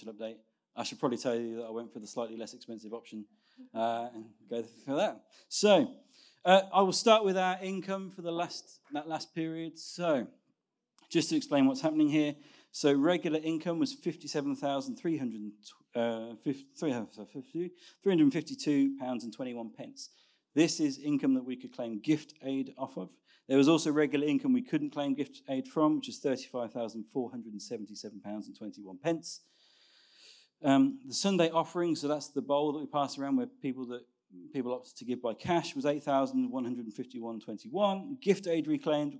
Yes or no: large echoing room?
yes